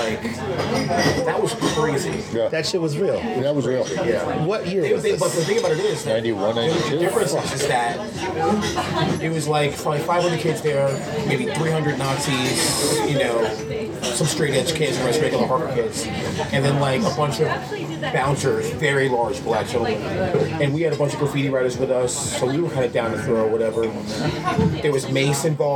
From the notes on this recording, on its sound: Recorded almost entirely at THIS IS HARDCORE FEST! As is often the case with our special THIS IS HARDCORE FEST episodes, the audio on this is rough.